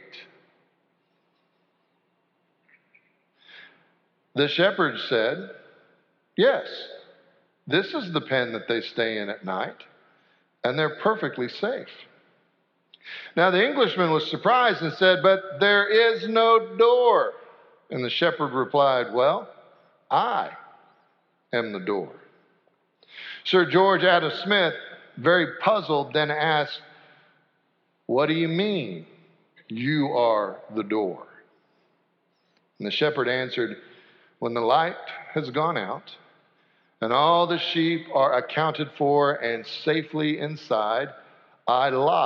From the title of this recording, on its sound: Sanctuary Service